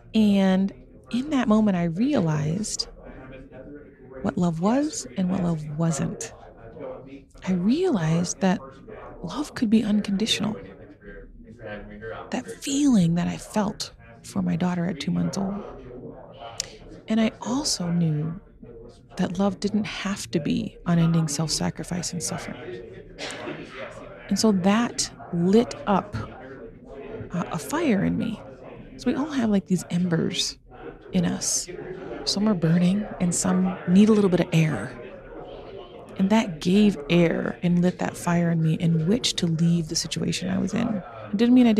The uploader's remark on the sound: Today we are live from Park City, Utah at the GoBundance event